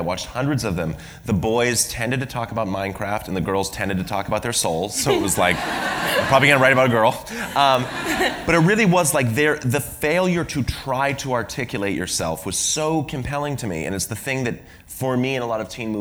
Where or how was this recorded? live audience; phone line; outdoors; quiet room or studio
live audience